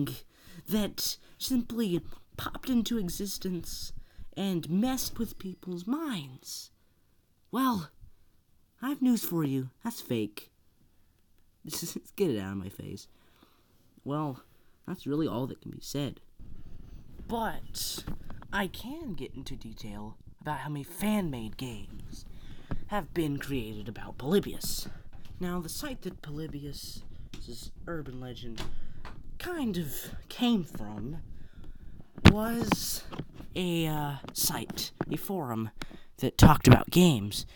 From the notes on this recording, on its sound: Very quiet, so listen with headphones for the best experience